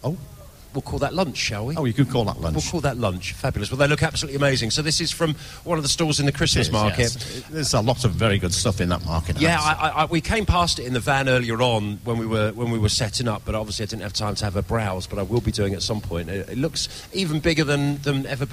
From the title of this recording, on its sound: live at the Chester xmas lights highlights part 4